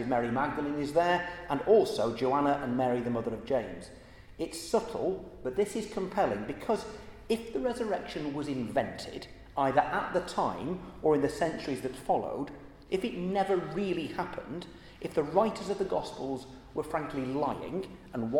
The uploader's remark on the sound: at the Christians in Parliament Easter Celebration Service on Tuesday 18th April 2023 in the Chapel of St Mary Undercroft.